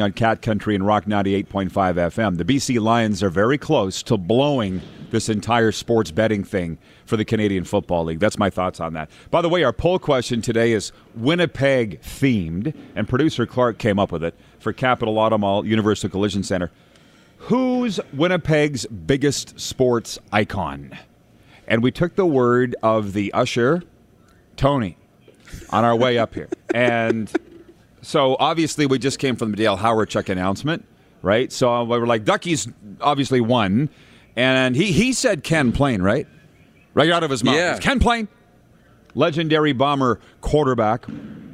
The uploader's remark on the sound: Live from Winnipeg! We're live from the Slurpee Capital!